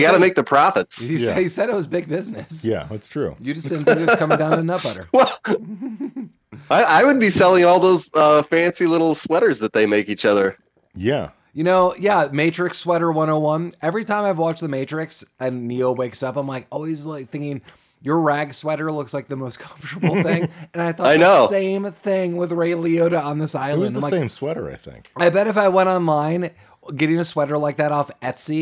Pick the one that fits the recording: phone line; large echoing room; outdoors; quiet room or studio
quiet room or studio